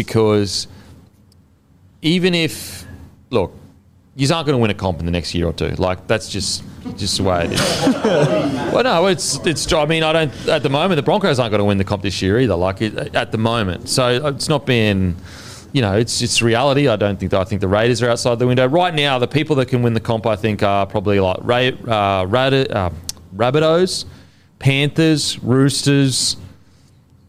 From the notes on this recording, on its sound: in front of our live crowd